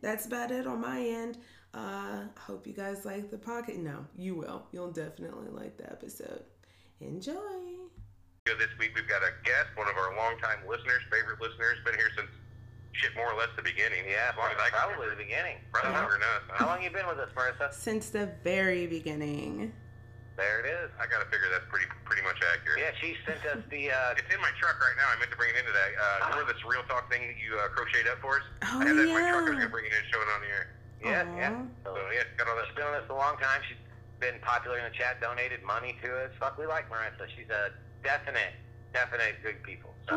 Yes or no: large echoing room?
no